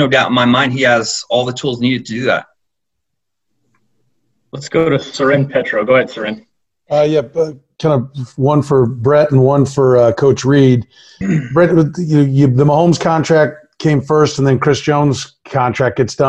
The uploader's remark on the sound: Zoom conference call